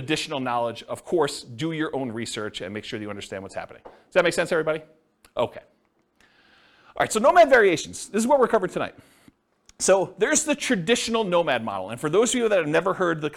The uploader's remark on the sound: This was a live class recorded